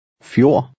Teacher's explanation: The D at the end is silent.